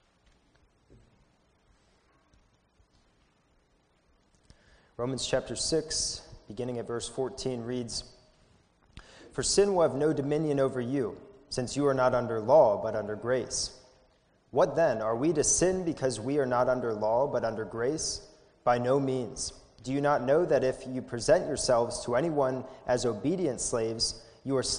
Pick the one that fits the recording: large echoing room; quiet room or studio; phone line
large echoing room